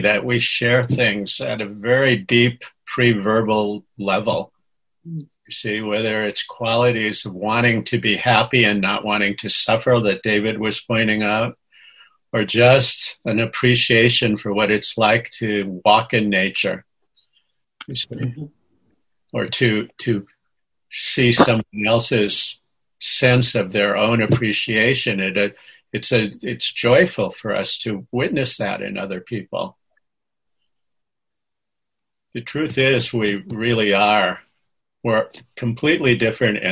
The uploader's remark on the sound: Senior Sangha May Zoom